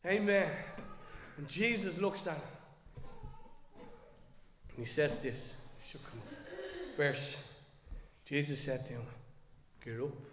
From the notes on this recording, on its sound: Recorded live in Liberty Church